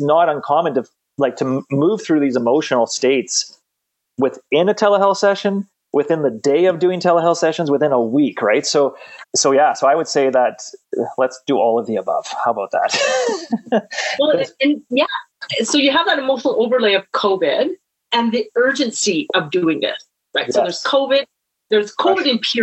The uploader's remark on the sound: Shares the recording of their Virtual Coffee Webinar for the College of Physical Therapists of BC.